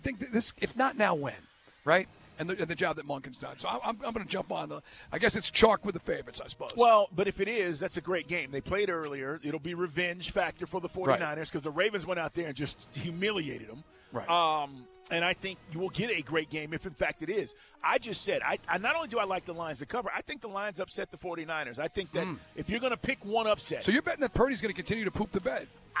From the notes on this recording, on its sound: live at State Farm